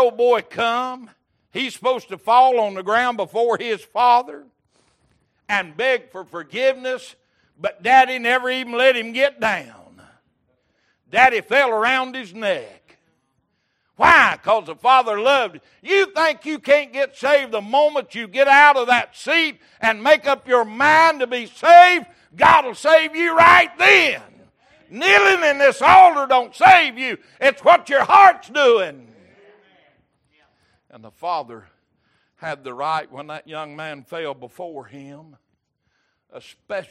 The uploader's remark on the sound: Recorded October 12, 2022 - Wednesday Evening Service